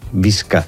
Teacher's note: És com una S que la K l'arrossega un poc cap darrere.